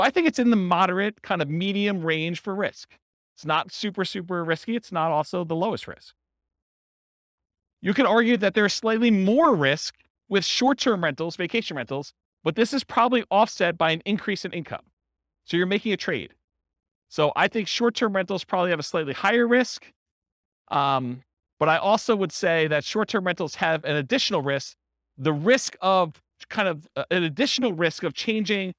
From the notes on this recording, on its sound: This was a live class recorded